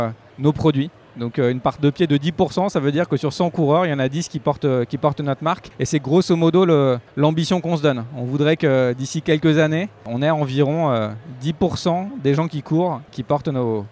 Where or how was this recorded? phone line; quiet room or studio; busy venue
busy venue